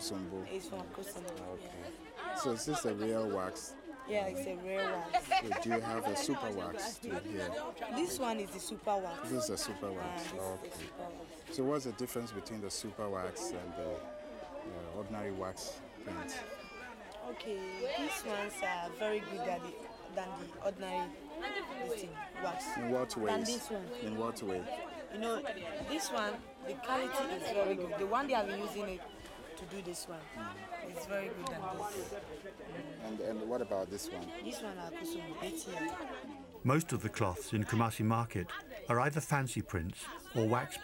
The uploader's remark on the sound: goes to the market in Kumasi